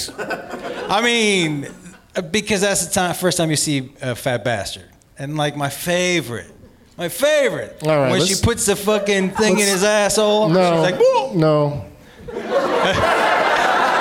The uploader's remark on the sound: Live from Largo in Los Angeles